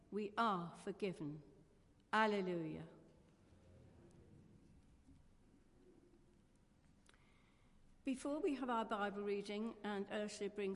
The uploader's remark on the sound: Christ Church, Bayston Hill (UK)